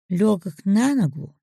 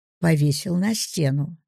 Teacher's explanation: Ударение падает на предлог во фразе с переносным смыслом. · Shown in: first take